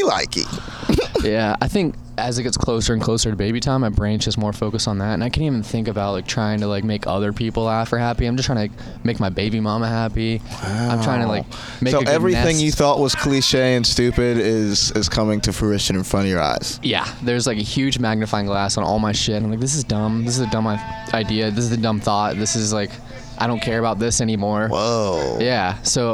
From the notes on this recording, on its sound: Banter before the Shantytown Pub Open Mic